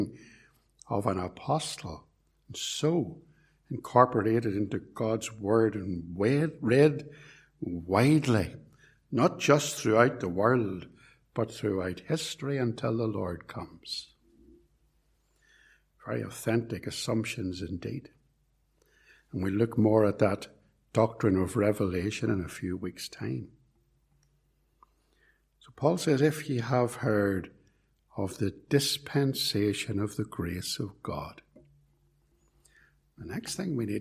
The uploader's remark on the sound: This sermon was preached at Ballymacashon Congregational Church and at Templepatrick Reformed Church, and was recorded at Templepatrick.